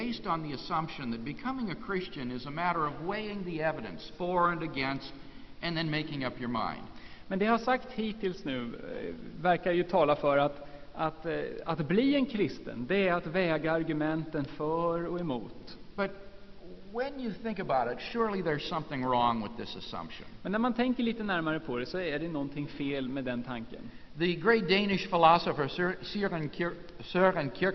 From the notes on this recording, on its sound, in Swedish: Inspelad i Saronkyrkan, Göteborg 1999-03-14.